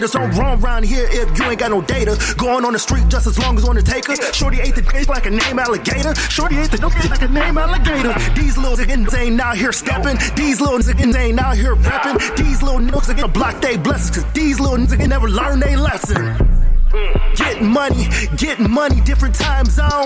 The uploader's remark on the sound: Live from Pop's